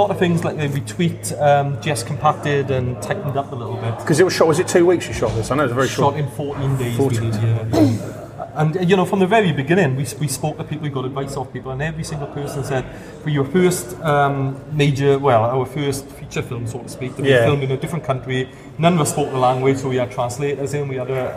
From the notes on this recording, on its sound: A quick chat from the London International Filmmaker Festival 2017.